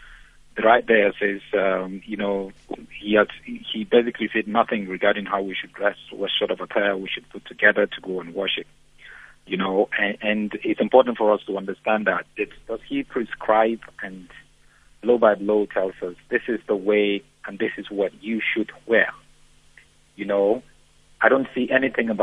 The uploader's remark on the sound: Guest on the phone.